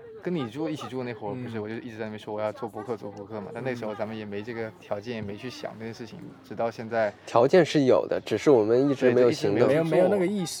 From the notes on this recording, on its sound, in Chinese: 上个周末去露营了心心念念，同时还心心念念的试了一下户外录制是什么感觉。